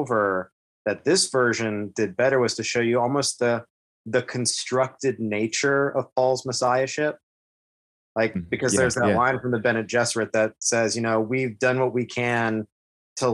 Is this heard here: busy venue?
no